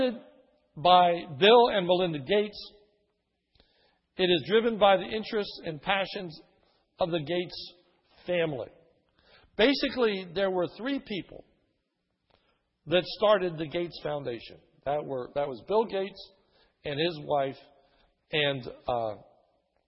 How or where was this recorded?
large echoing room